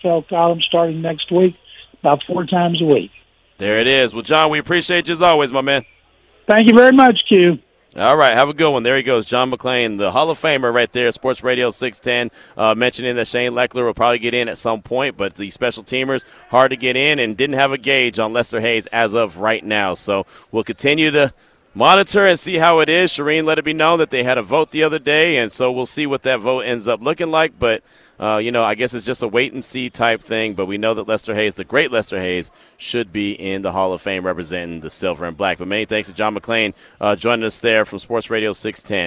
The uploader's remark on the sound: LIVE FROM SLAMBALL!